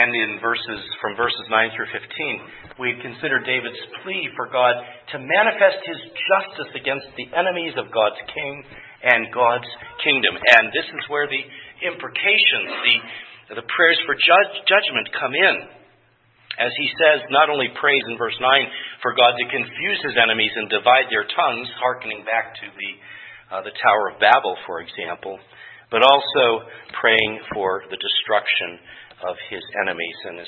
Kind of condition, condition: setting, large echoing room